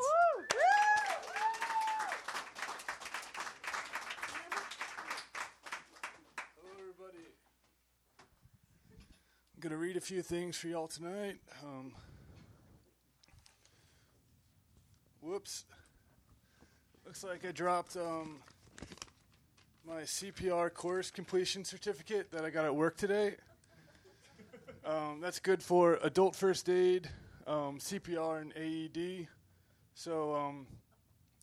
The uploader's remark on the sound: Recorded Tuesday, June 6, 2016 at Union Hall. Recorded Tuesday, June 6, 2016 at Union Hall.